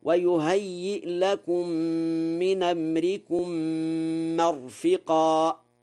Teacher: نقل حركة الهمزة إلى الساكن قبلها في قوله من أمركم